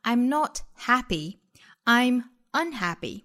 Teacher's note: 么。你看强调的点呢其实是在没有这个概念上。那这种情况就叫做重音转移。我们再来举一个非常简单的例子啊。比如说有一个人问你你怎么看起来这么开心呢你想回答我并不开心其实我是不开心的。你就可以说 I'm not happy, I'munhappy。本身 unhappy 这个词的重音呢应该是落在 ha 这个音节上的我们去查字典可以看到这个词应该读成 unhappy 但是在这样的一句话里呢我们强调的点是在不这个概念上也就会把重音转移在了前面的 un 这个否定前缀上了